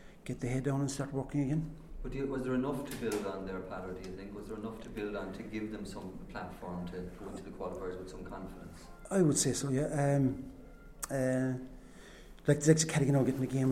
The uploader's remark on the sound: Full Press Conference. Post Munster Final.